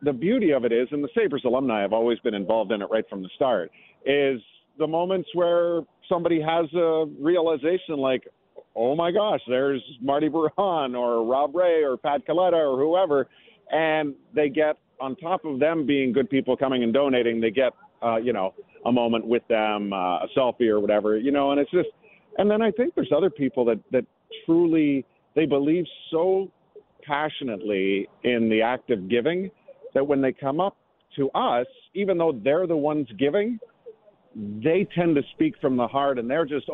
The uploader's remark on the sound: reports live from Turkeys for Tickets